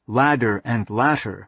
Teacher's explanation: the consonant is pronounced by flicking the tongue against the gum ridge, rather than keeping it there long enough for air pressure to build up · Term: flapping